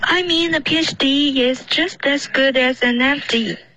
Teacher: PhD 这一段中间的这个 ye 的音，如果你要连读，要加一个 ye